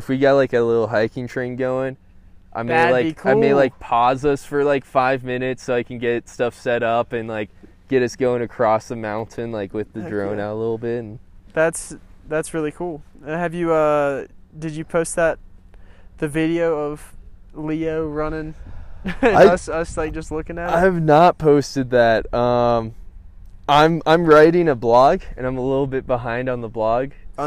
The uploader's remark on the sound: talk at mile 700 of the Pacific Crest Trail.